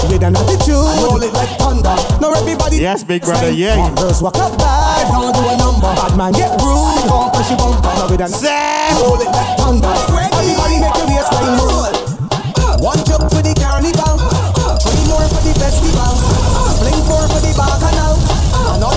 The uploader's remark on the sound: Live Audio (Booze N' Bacchanal)